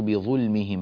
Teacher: اللام هنا مرققة وليست مفخمة، لا نغلظ اللام لأن اللام هنا ساكنة وقبلها ظاء مضمومة، ولا تغلظ اللام كما نبهنا إلى ذلك مرارا وتكرارا إلا إذا كانت لاما مفتوحة وقبلها صاد أو طاء أو ظاء مفتوحة أو ساكنة.